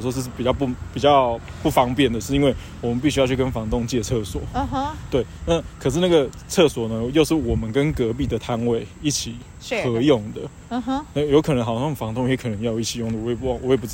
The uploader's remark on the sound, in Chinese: 這是一集意外的錄音，。是直接在路上閒晃的時候的即時錄音，。